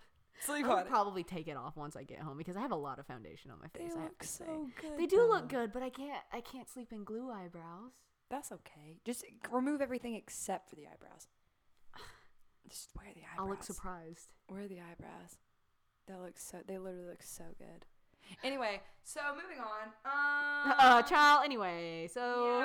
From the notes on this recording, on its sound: Headphone users please be warned.